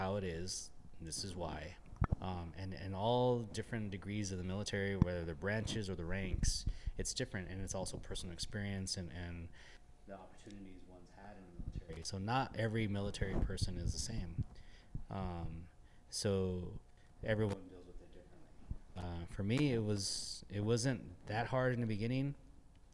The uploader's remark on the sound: On this episode we step outside of the studio and take a trip over to the Arts District in Las Vegas to visit Vegas Kombat Fight Club.